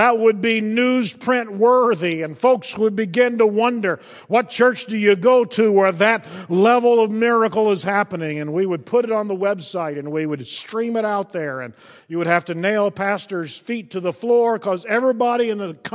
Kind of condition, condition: setting, large echoing room